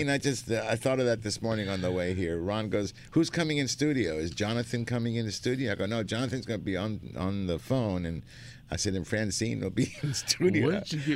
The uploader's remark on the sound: "LIVE" from Angel Stadium in Anaheim, CA